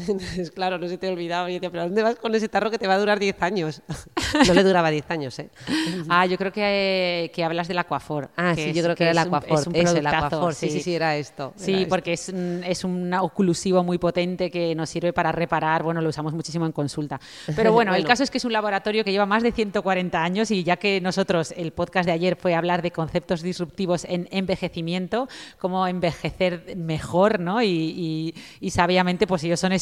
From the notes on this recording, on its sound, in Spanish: es la primera vez que el podcast "De Piel a Cabeza" se graba en directo con público